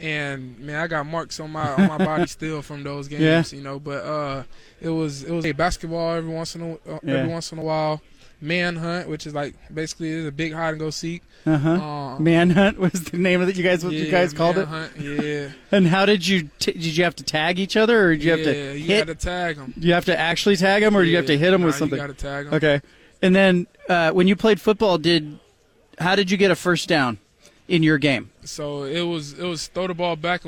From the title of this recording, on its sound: Live From Pac-12 Media Day at Resorts World Las Vegas